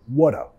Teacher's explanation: Vinculando con la R suave de español, what a.